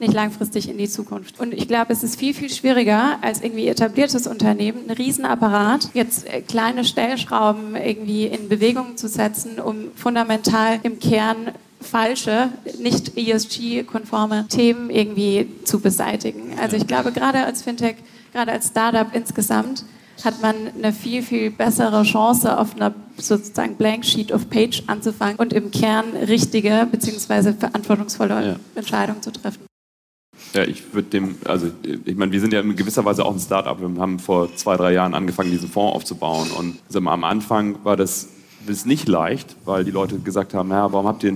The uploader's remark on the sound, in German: Diese Episode ist ein Audio-Mitschnitt des gleichnamigen Panels aus dem Payment & Banking Event "Banking Exchange: The BEX Files", das im Juni 2022 in Frankfurt am Main stattfand.